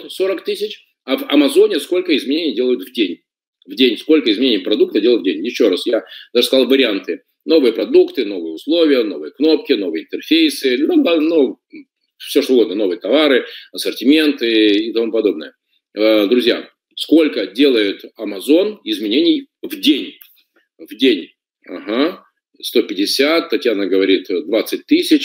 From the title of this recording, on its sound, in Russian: Запись вебинара